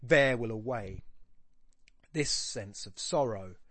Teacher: this boom and then two unstressed syllables and then boom again